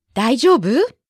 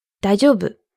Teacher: You have to use a rising intonation to make it a question. · Shown in: first take · To answer in the affirmative, though, make sure the intonation doesn't go up.